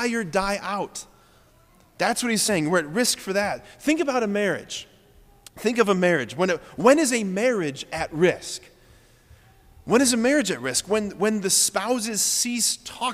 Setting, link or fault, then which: setting, large echoing room